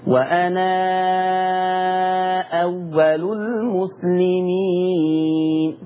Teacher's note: يعني لفظ أنا لو جي بعد منه همزة مفتوحة أو مضمومة ورش يثبت الألف فتبقى مد منفصل فيشبع ست حركات